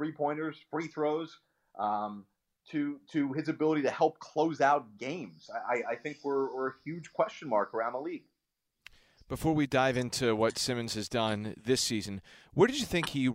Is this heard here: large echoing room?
no